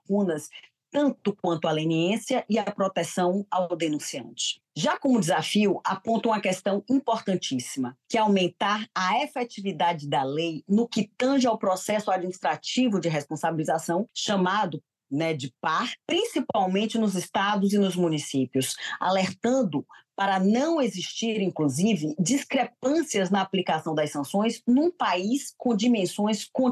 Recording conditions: video call